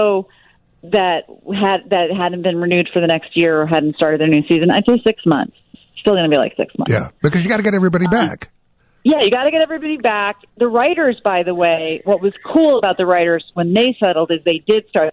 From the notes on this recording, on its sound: join us via the phone live from California